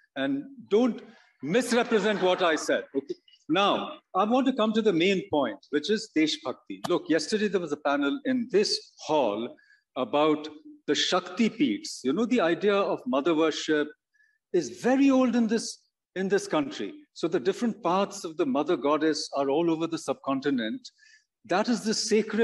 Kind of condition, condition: setting, live audience